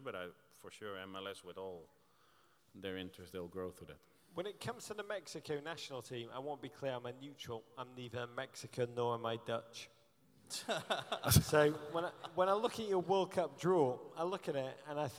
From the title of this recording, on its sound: Live in Los Angeles